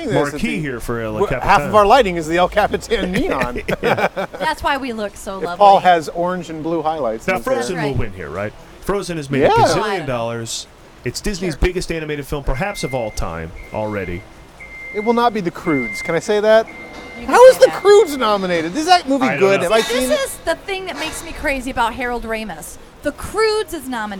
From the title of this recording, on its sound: LIVE FROM THE OSCARS RED CARPET